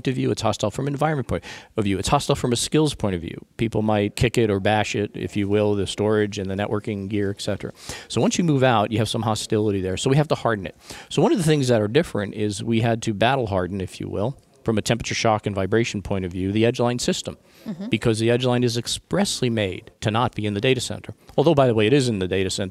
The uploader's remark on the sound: joins Intel live at NAB Show 2017